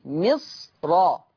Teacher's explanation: لفظ مصر، لفظ مصر لاحظوا الراء مفتوحه والميم مكسوره، مي مي مصر، لاحظوا الميم مكسوره والراء مفتوح، ولكن بين الميم والراء صاد ساكنه، بين الميم والراء صاد ساكنه، فلهذا لا ترقق الراء عند ورش · Term: بتفخيم الراء